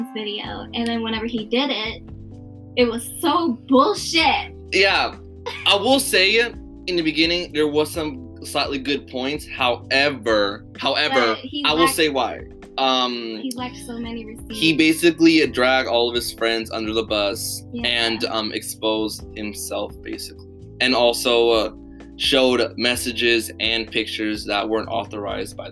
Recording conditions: poor microphone